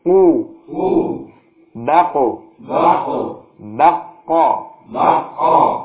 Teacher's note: Suaranya tebal. Dan tidak mengeluarkan nafas.